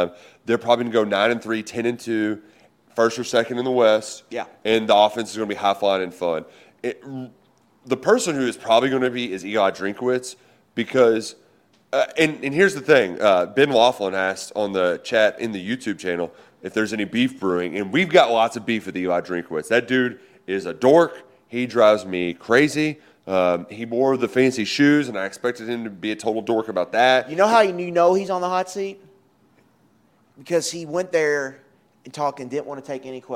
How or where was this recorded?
busy venue